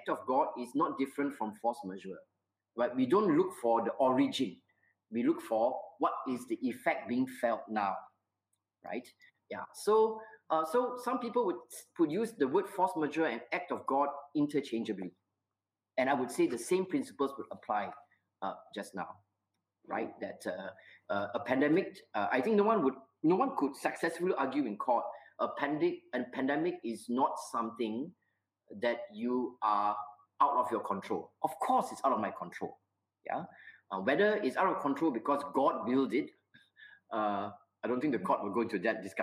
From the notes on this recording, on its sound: recorded webinar